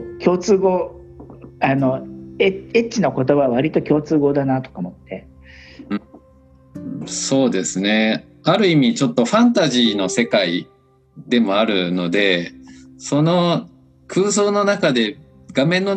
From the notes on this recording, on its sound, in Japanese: コラボ収録。はじめてのweb対話収録！